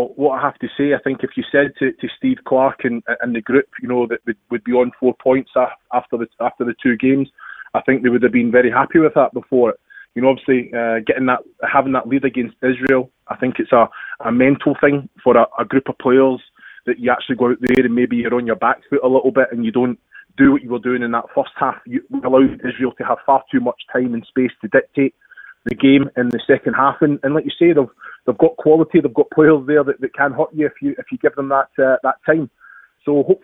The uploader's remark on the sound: join the team on the phone